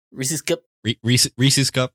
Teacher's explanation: you got that nice schwa before the terminal S